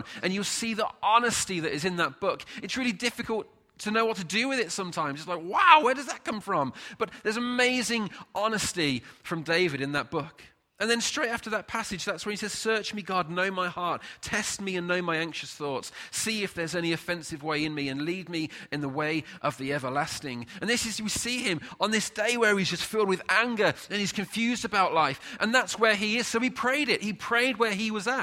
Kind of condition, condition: setting, large echoing room